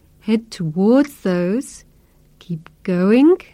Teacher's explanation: Notice the intonation pattern which the police officer uses when he's giving directions. He uses a rising tone when he's listing the directions.